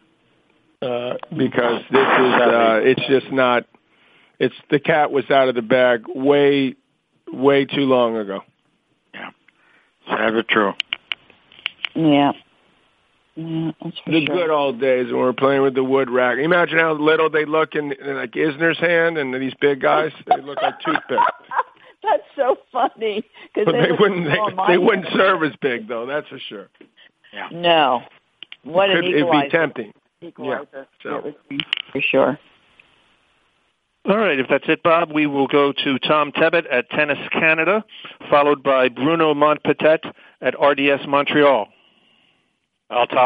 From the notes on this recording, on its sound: Wimbledon Conference Call.